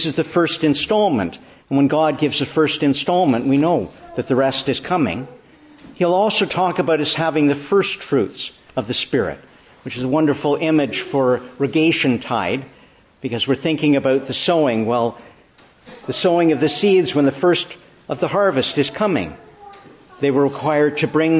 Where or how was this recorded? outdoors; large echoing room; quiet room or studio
large echoing room